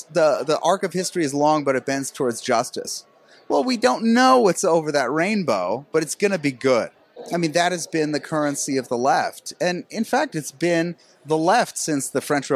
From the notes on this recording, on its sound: at the National Conservatism Conference in Florida